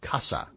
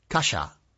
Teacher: For example, the Spanish word for house, casa, is pronounced differently in different parts of the Spanish-speaking world. In Latin America, they say it the way I just did, casa, with a sibilant S. · Shown in: first take · But in Spain, they say casa.